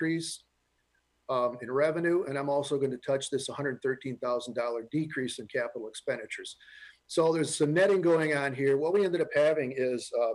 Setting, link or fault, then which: link, video call